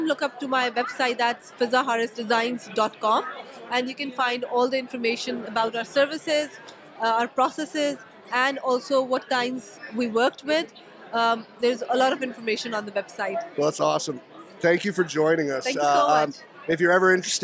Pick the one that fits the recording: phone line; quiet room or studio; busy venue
busy venue